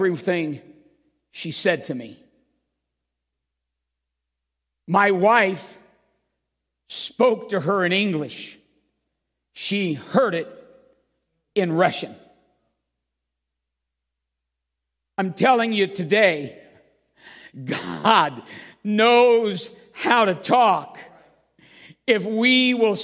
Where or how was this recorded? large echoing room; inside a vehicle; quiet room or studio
large echoing room